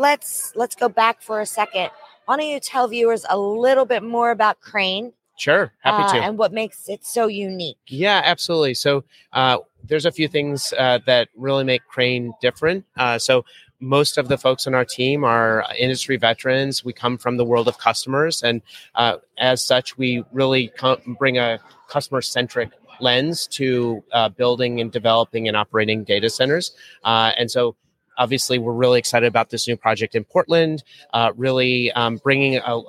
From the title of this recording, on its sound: JSA TV LIVE at PTC’23